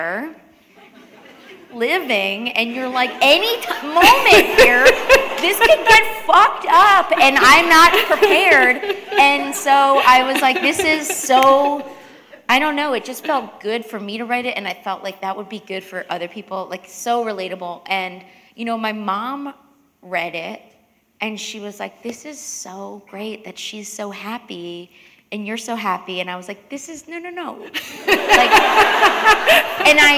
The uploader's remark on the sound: recorded on stage at one of Toronto Public Library 's 100 branches